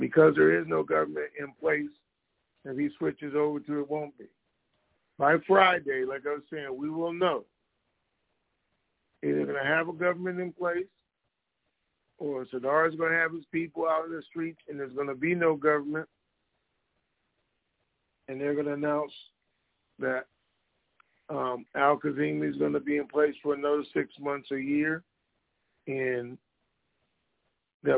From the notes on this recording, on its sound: Conference Call